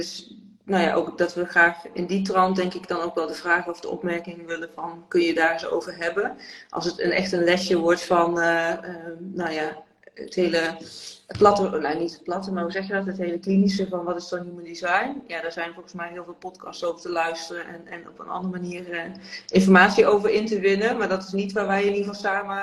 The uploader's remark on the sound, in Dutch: tijdens een live op Instagram